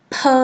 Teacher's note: 声带是不震动的，叫做轻音，也就是不，也就是不带音